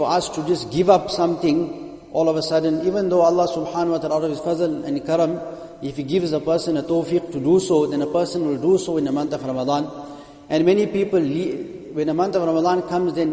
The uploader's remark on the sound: Jumuah lecture.